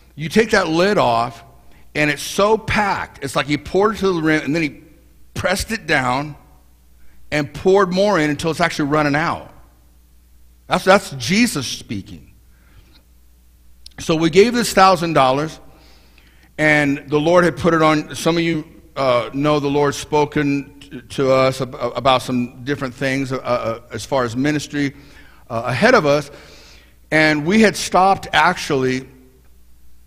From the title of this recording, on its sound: Mt. Zion Church Live!